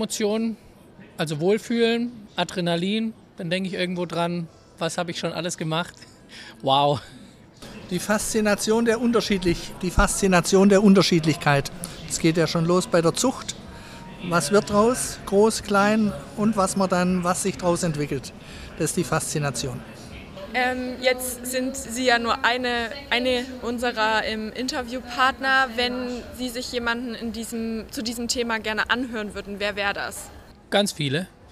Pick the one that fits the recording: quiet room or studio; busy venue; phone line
busy venue